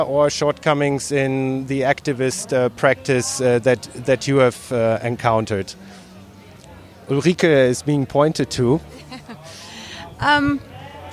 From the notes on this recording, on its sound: A controversial and collegial late-night open-air wine-panel in the context of the INURA (International Network for Urban Research and Action) conference in Zagreb in July 2019. A controversial and collegial late-night open-air wine-panel in the context of the INURA (International Network for Urban Research and Action) conference in Zagreb.